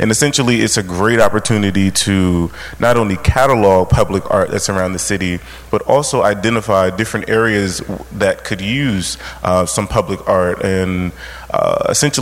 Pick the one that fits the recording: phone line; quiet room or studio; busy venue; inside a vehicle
busy venue